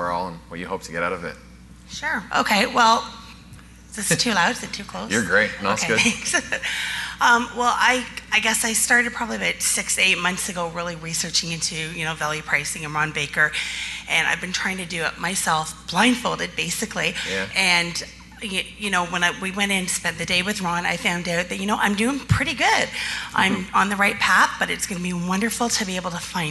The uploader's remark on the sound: Live Broadcast at the The IPBC IGNITE Conference